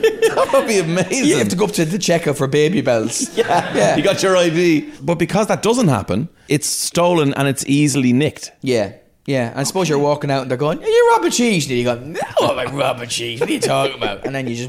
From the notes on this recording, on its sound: LIVE EPISODE. Listeners in the Viking Theatre, Dublin. The lads have done their first live podcast.